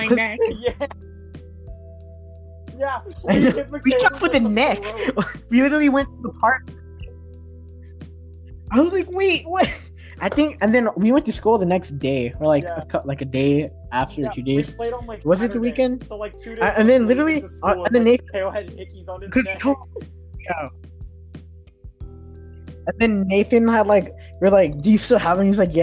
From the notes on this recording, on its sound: sorry for the audio im trying to get a microphone